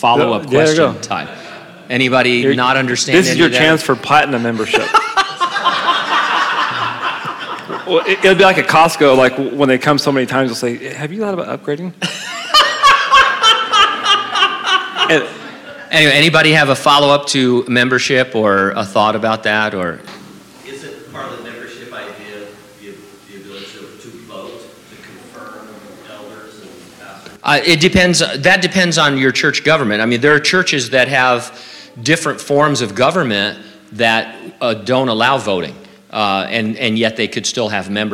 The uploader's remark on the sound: during a live Q&A session at Calvary Hanford